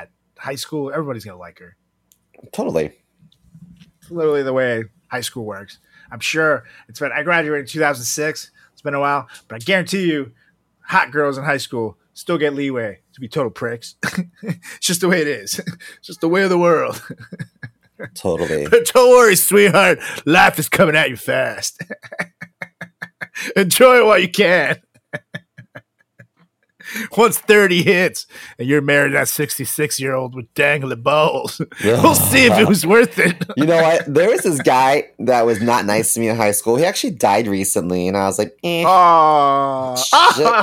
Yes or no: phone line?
no